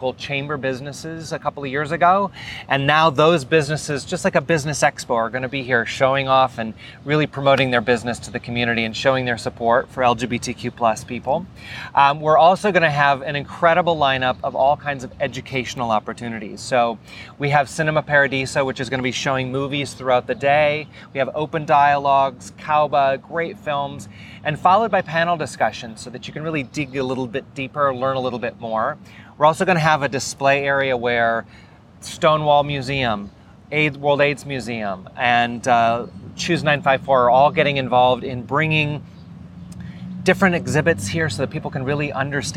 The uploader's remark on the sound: In a sit-down conversation at Anniversary Park in Downtown Hollywood for the upcoming My Hollywood Pride Festival.